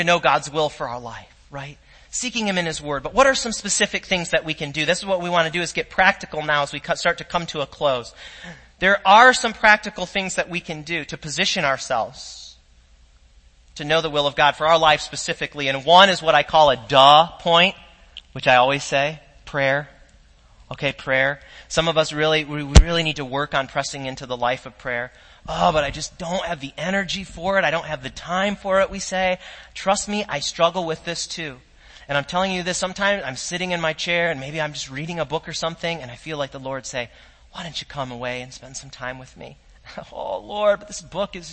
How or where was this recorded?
large echoing room